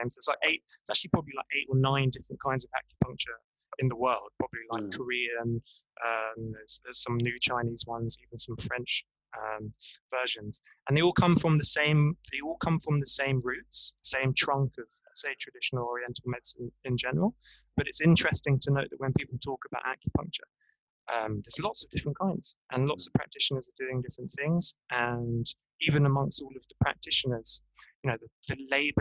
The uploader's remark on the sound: the sound is a little whack but that is the wonder of zoom, headsets and transcontinental Wi-Fi connections.